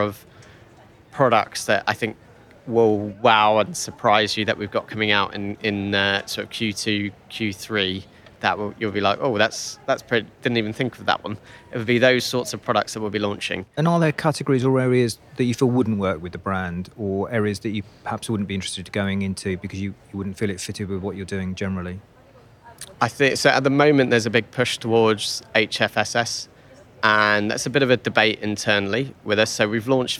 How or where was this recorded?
busy venue